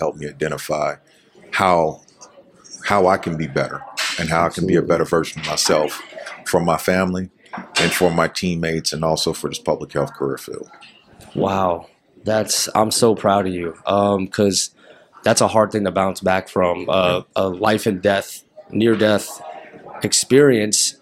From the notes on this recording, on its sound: Episode was recorded in August 2022 during the AFSA PEDS event.